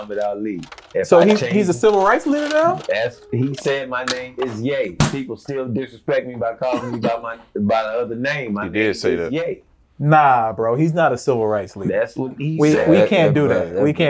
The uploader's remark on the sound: Excuse the poor audio, new mics failed us!